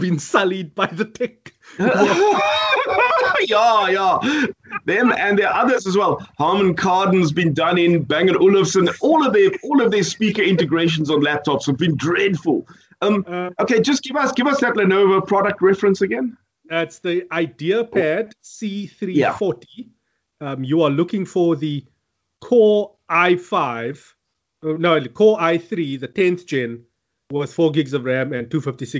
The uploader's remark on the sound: Recorded via Skype.